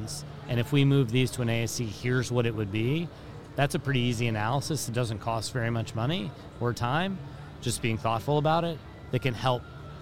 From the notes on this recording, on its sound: during the Orthopedic Summit meeting in Boston last month